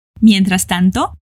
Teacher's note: O I e o E de mientras são bem juntinhos. E o A não é nasal.